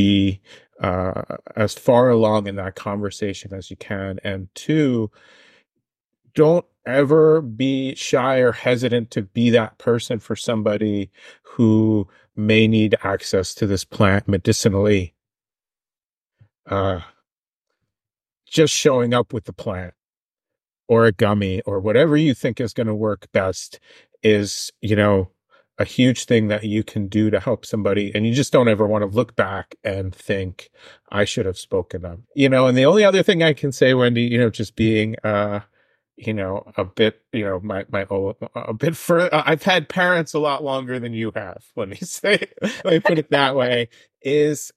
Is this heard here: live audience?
no